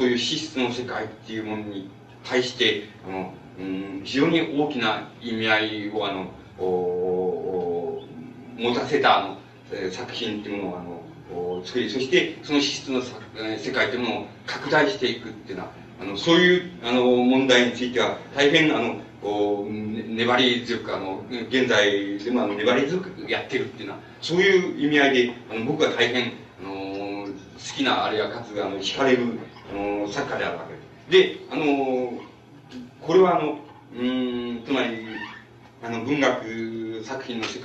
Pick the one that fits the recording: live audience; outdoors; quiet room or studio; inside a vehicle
live audience